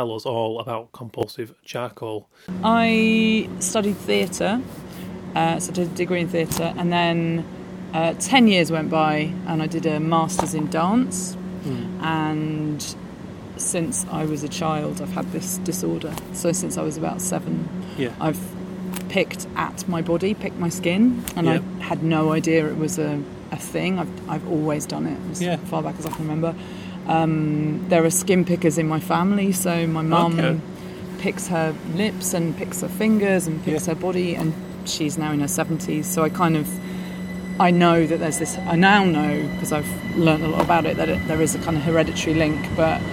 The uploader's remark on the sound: Platform 2 of Crystal Palace over ground rail station. We jump on the train to Dalston Junction, where I witness her live in action for one of the most exciting train rides I’ve ever had!